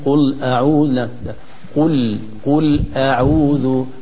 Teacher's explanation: اللام ترقق ولا تتأثر بالقاف، القاف مفقمة لا نجعلها تؤثر على لام، نقول قل أعوذ قل قل أعوذ، فاللام مرققة ظاهرة بارزة والهمزة كذلك مرققة.